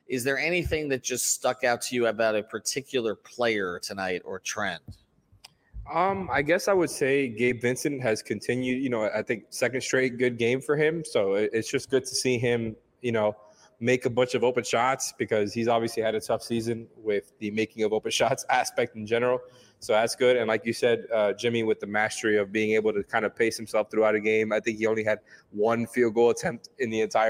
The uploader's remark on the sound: record live after our watch party at Tropical Distillers in Miami